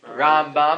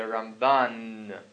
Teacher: the stress is on the first syllable · Shown in: first take · Rambam, mil el, and then the Ramban, mil ra, it's on the second syllable.